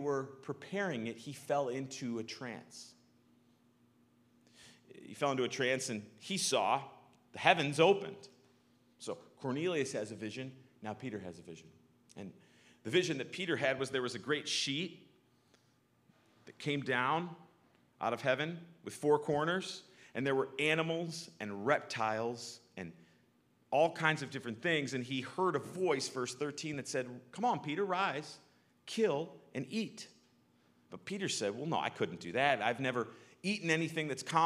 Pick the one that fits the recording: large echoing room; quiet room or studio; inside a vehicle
large echoing room